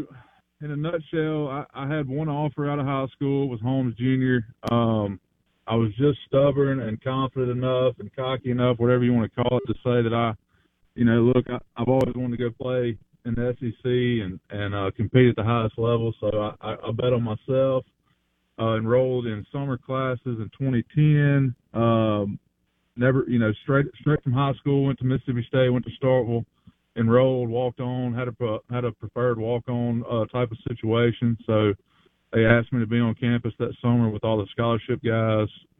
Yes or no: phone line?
yes